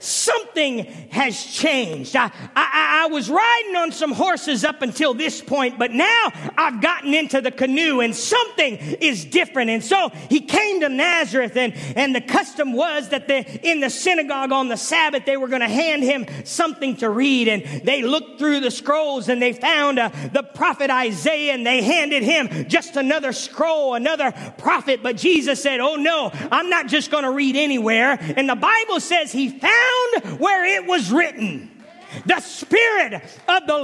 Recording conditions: large echoing room